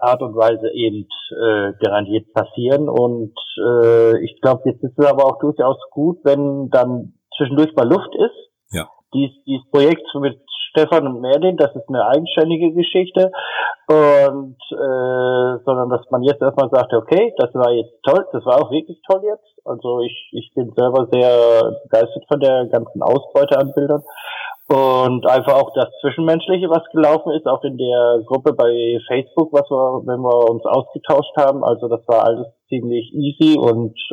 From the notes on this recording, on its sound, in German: Leider hatten wir erhebliche technische Probleme, die Tonqualität lässt echt zu wünschen übrig.